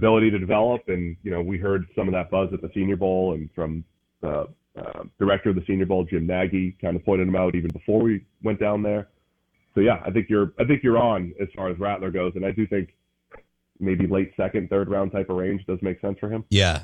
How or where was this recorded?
phone line